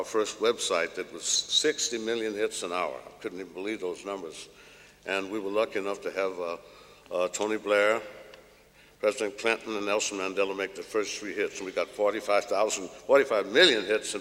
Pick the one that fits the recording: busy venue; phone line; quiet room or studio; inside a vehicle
busy venue